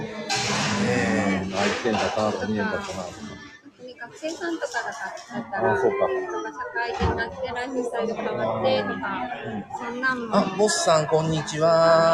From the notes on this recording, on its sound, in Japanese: 福岡スタバ同時配信。コラボ収録。Stand.fm。